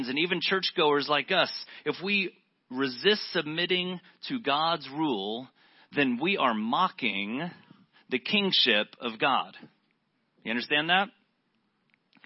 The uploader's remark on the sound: This is a podcast from primarily sermons preached at City Church Garland.